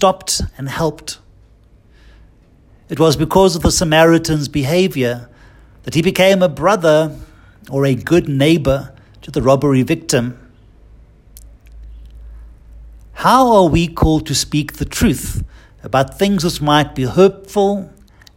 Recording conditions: large echoing room